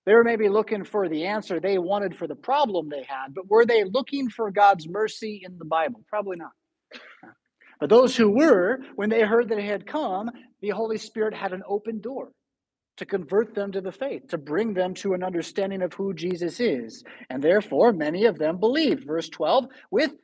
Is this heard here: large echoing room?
yes